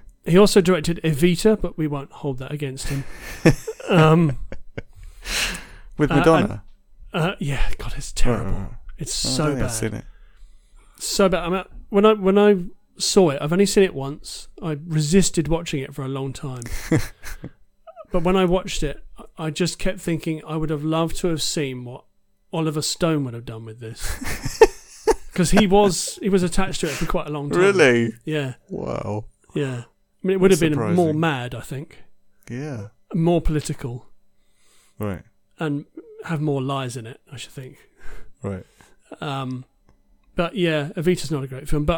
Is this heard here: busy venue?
no